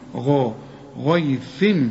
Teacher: ما دام الغين مفتوحة تبقى مفخمة